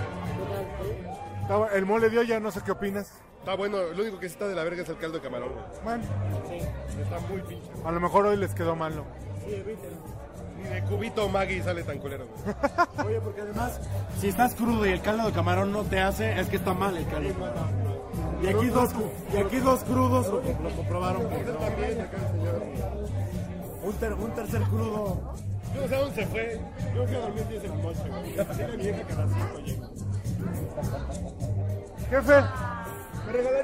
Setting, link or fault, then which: setting, busy venue